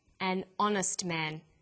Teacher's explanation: The H is not pronounced, so honest sounds like it starts with a vowel.